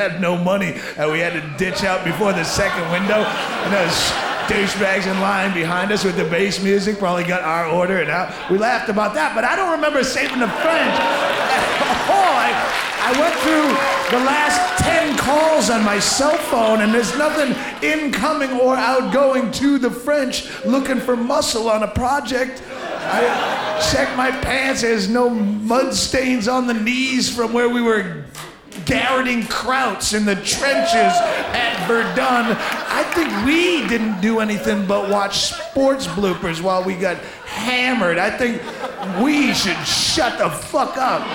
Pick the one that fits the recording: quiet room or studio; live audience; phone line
live audience